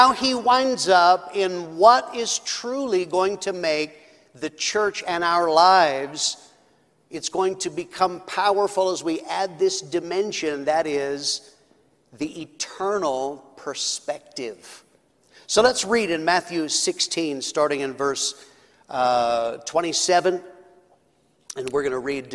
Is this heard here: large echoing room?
yes